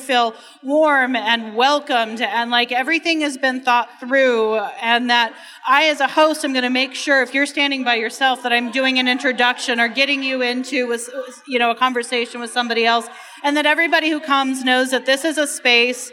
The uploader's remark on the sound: Recorded live at the Motor City Woman’s Podcast Brunch as part of the Detroit Podcast Festival.